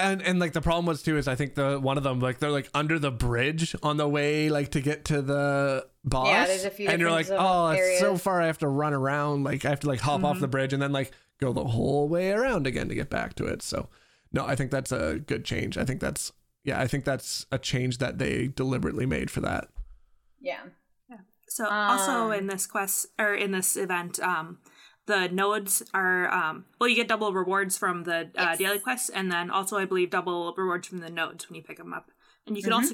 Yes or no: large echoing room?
no